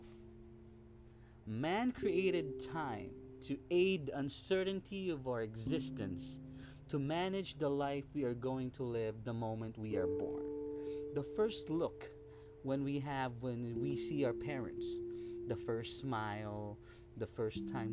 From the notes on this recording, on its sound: Kindly up the volume on this one since the audio recording is low, im used my mobile on this one.